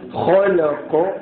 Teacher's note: ہے تو ہم نے کہنا ہے خو کے اوپر زبر ہے زبر کو جلدی پڑھیں تھوڑا بھی نہ کھینچیں زبر کی آواز اوپر کو اٹھتی ہے